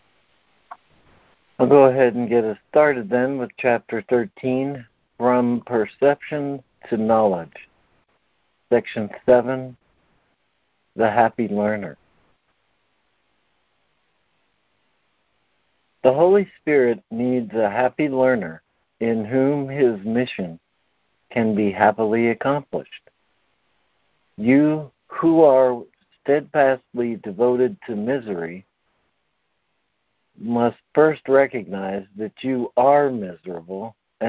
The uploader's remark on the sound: ACIM Daily Conference Call.